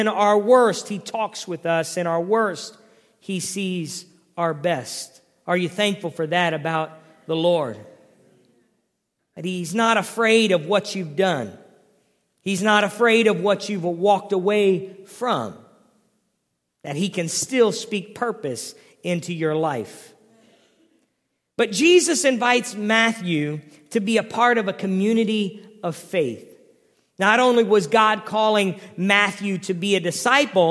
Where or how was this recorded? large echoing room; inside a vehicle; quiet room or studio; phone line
large echoing room